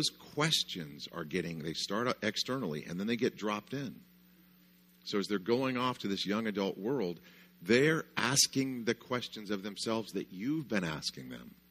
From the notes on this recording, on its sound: session 1, of our first annual Parenthood Conference at Coastline Church